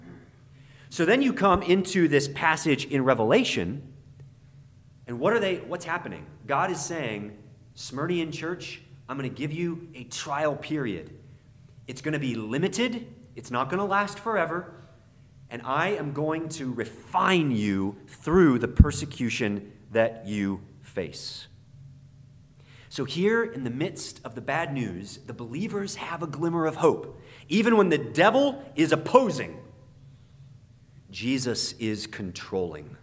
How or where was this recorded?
large echoing room